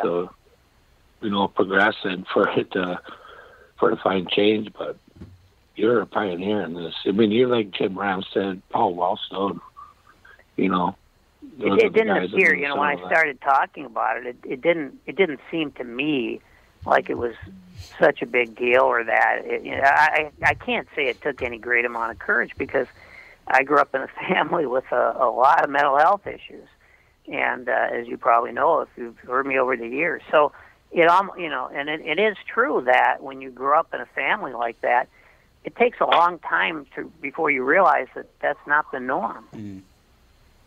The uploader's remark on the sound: A very unusual and up lifting episode guided by many callers who phone in to discuss their struggles with alcoholism.